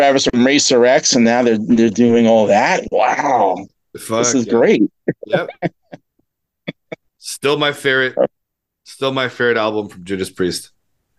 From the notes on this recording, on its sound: there are some audio technical difficulties towards the end of the podcast due to lag